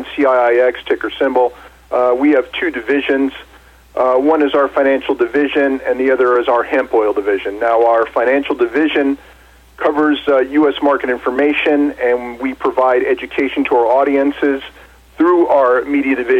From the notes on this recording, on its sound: called in to SmallCapVoice